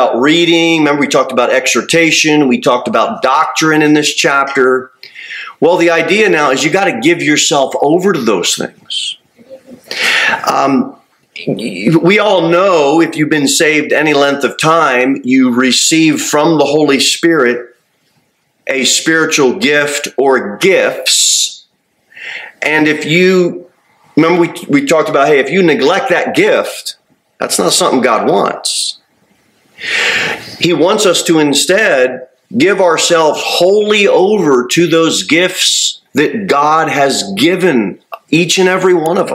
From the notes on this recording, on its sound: Sermon delivered at Pilgrim Baptist Church on Thursday, December 21, 2023, at 6-15 pm. Pilgrim Baptist Church, located at 229 W. Jere Whitson Rd.